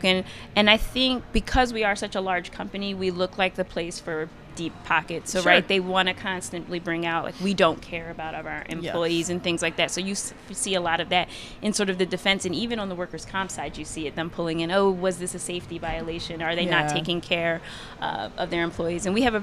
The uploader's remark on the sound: Live from ClaimsXChange